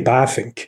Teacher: in Dutch, the letter V is pronounced as an F in English